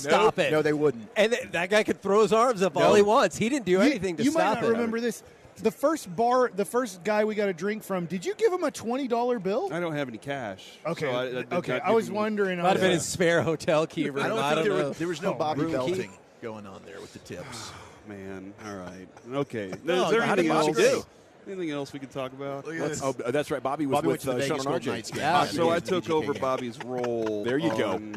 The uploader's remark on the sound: LIVE from Radio Row in Las Vegas!